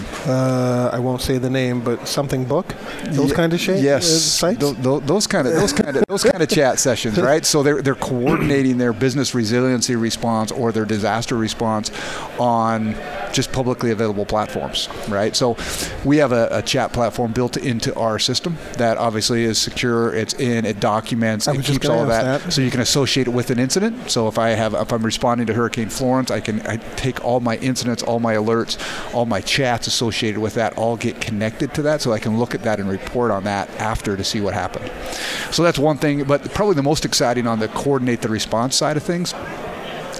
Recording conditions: busy venue